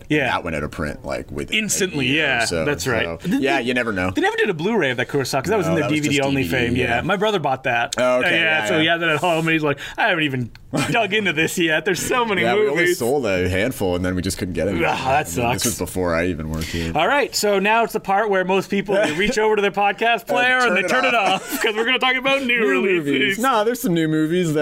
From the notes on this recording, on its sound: Live from the brick and mortar store BAY STREET VIDEO in Toronto, Canada.